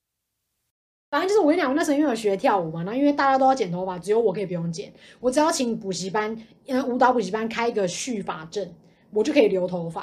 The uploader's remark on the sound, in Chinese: 錄製當天適逢軒嵐諾颱風掃過台灣邊邊，音檔有風聲或迴音較大請見諒啦～